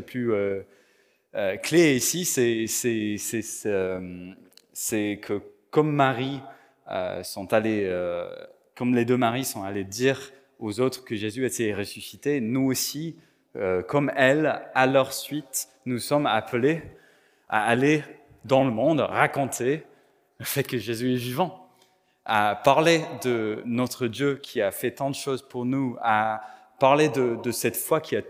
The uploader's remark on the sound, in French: Enregistré à l'église CVV, le 10/04/2022